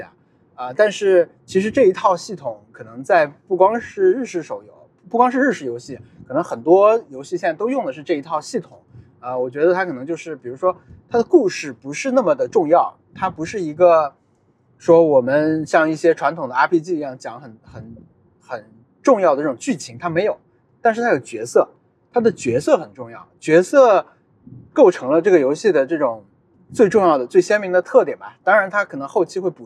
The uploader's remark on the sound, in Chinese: 本期节目在车内录制，视听体验都不怎么样。踢球回家路上。